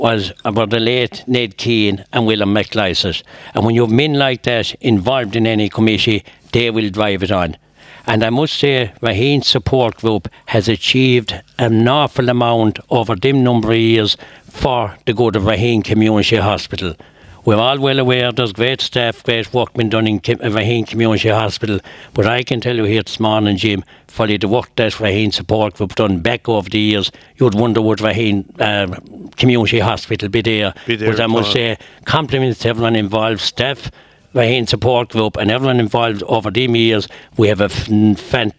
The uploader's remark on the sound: Broadcast live Bodyke Festival 2023